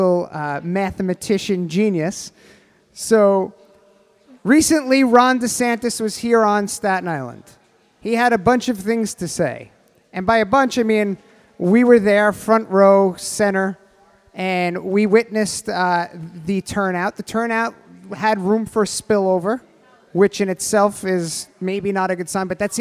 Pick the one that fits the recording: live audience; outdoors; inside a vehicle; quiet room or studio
live audience